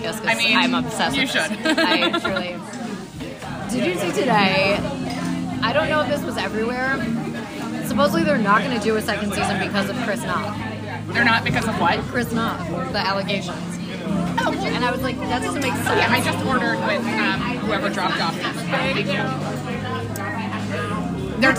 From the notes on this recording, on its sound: Reporting Live from Cervo’s over oysters (fried and raw), prawns and piri piri chicken.